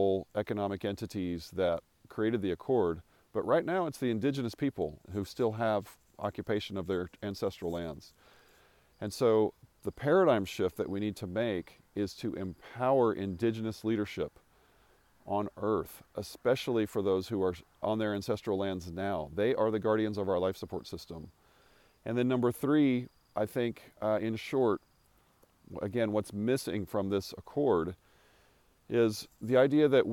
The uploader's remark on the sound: Recorded on a morning walk across a 3,000 acre pecan farm in West Texas about 100 miles from Jeff Bezos' recent launch into space.